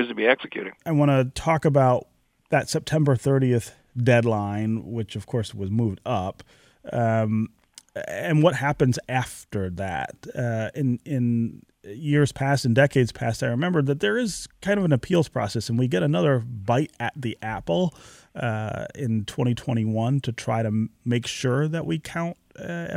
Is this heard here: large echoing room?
no